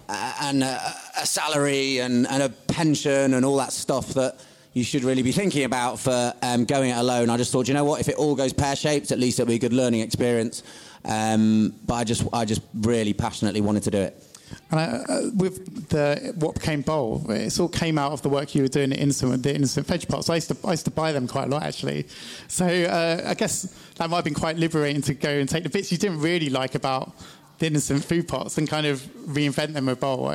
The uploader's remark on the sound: This bonus episode was recorded at the Business In Food Topic Talks with by CHLOE.